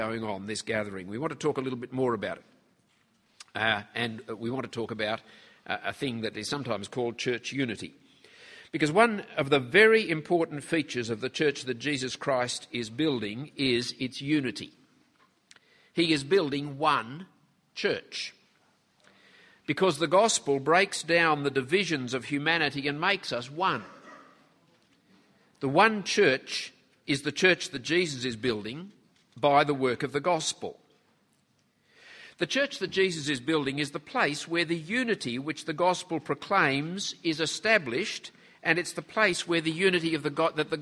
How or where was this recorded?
live audience